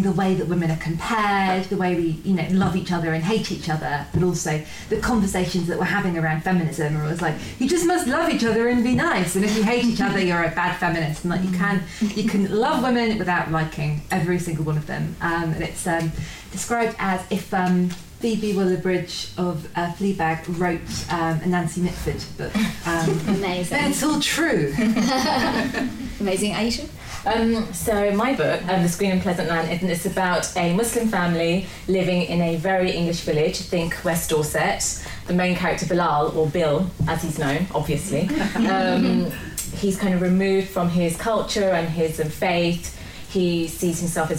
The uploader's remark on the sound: Recorded at a special live event in front of an audience at Waterstones Gower Street. Produced by Pineapple Audio Production.